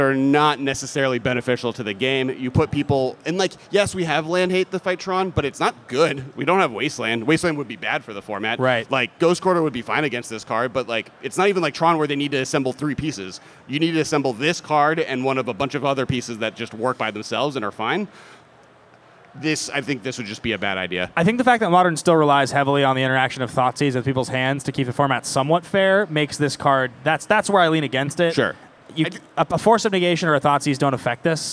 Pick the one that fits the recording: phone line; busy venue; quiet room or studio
busy venue